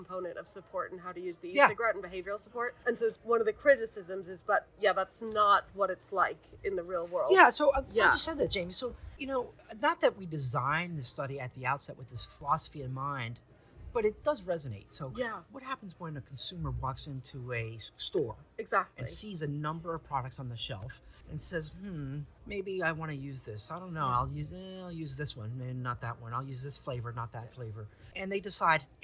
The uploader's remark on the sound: at the US E-cigarette Summit in Washington DC